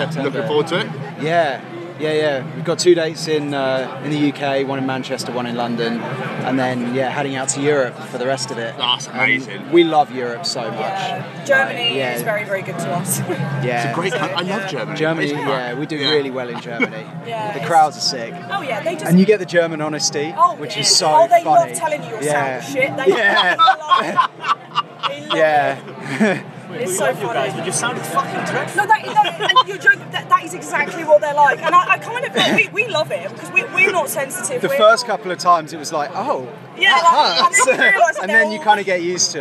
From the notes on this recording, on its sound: Live from 2000 Trees 2023